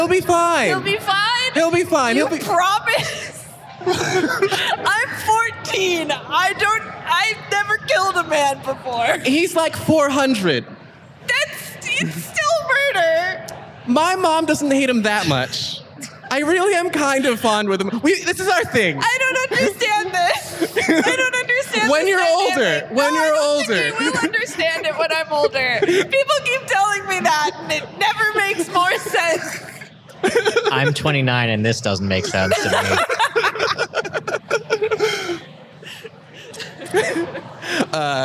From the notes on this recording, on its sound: In their second live appearance, the Ghosts on a Train gang played a short encounter on The Creator Stage. At Fan Expo Boston 2023!